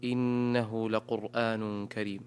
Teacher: تنوين أتى بعده حرف الكاف، فالحكم إخفاء حقيقي